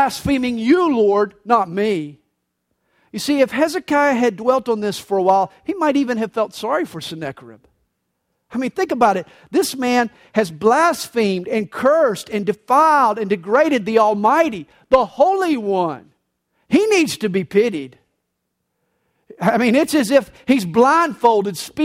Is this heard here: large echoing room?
yes